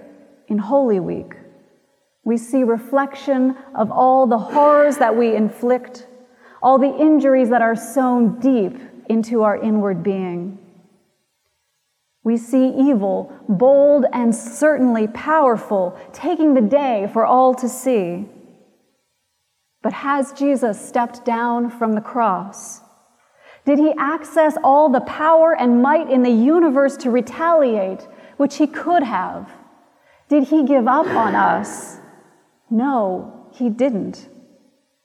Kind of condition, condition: setting, large echoing room